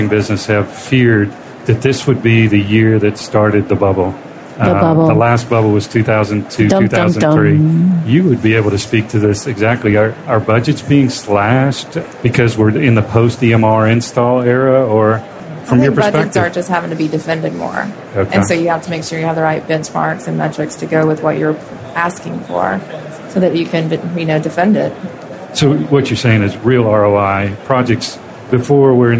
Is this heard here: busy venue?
yes